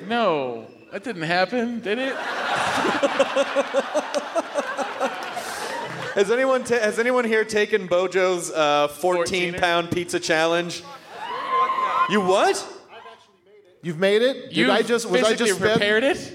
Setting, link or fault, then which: setting, live audience